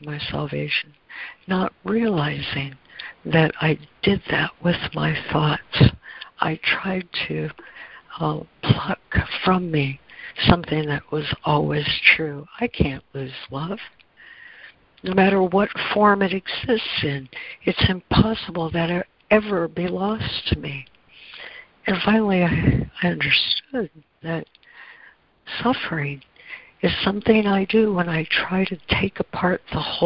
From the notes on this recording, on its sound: ACIM Daily Conference Call.